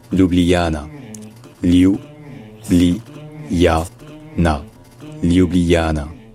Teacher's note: pour rendre ça un peu plus facile, on sépare ça en quatre syllabes au lieu de trois